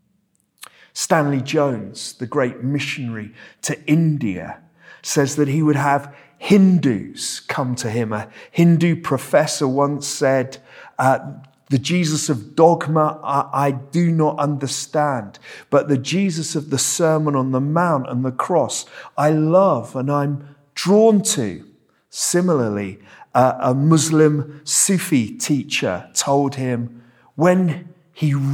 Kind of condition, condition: setting, large echoing room